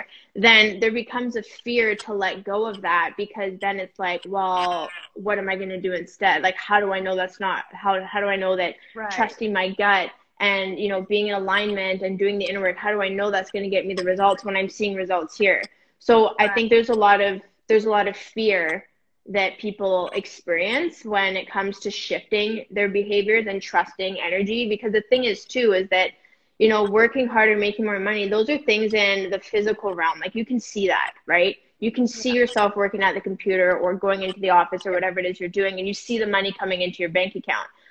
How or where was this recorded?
video call